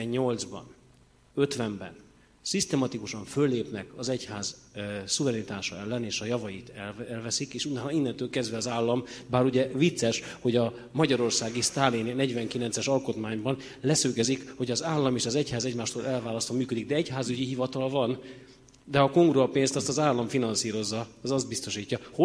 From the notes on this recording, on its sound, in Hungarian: Az Eötvös Csoport és a Társadalmi Reflexió Intézet 2018. Szeptember 12-i "Politika és katolicizmus" című rendezvényének felvétele.